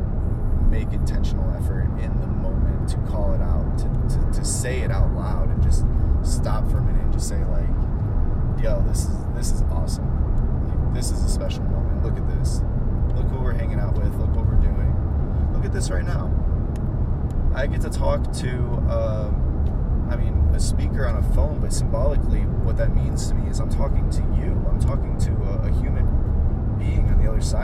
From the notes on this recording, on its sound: While driving through the Sonoma wine region of northern California